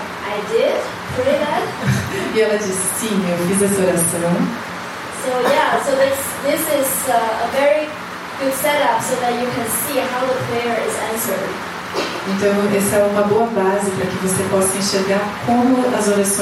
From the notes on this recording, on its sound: Post-movie questions from the participants. This session with Portuguese translation was recorded in the evening. In Sāo Paulo, Brazil.